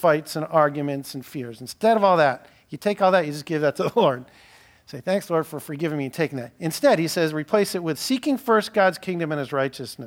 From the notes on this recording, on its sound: (1st Service). Following this sermon is an open mic time where the Cornerstone Church body has an opportunity to share a Praise of Thanksgiving during the each service.